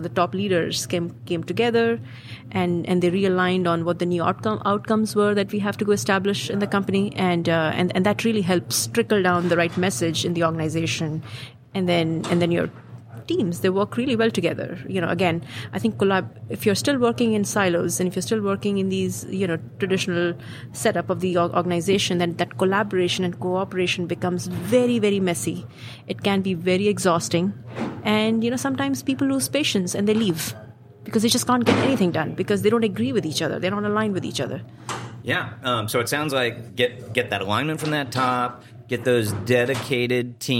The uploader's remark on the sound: recorded on Tuesday, August 7th from the eTail East tradeshow in Boston